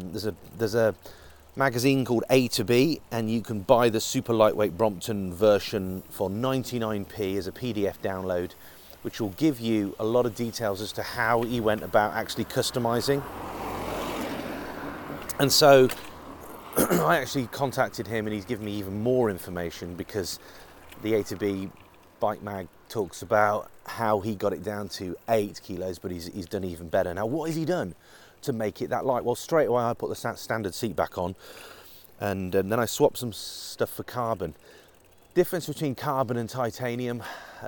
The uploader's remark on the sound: Testing a Shure lav mic on my Brompton